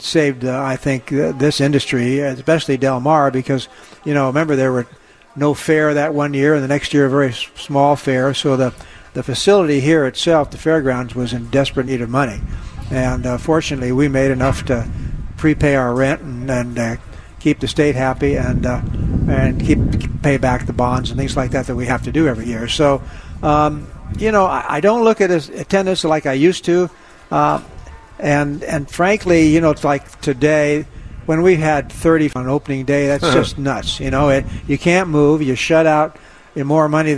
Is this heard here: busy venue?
yes